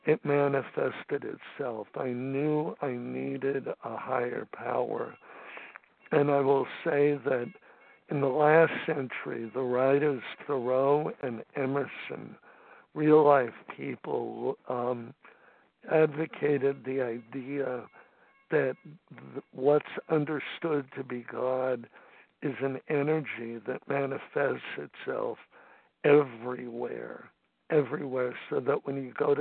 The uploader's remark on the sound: 100 Pounders Phone Meeting, 9/26/23.